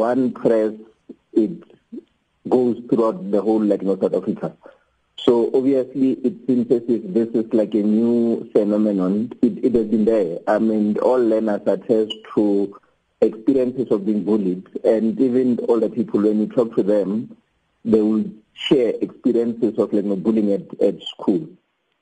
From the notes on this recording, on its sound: we are joined on the line